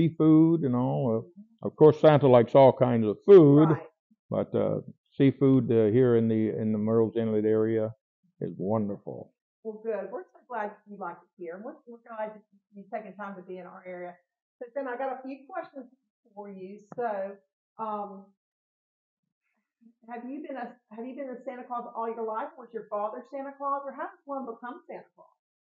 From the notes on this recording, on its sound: My microphone was not